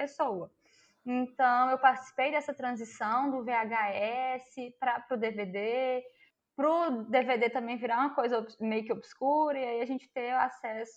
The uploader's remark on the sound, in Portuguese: gravado remotamente, qualidade comprometida